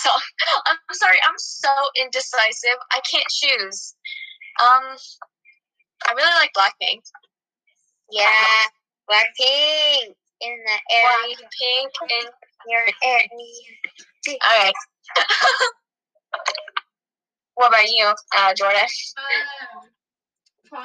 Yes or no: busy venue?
no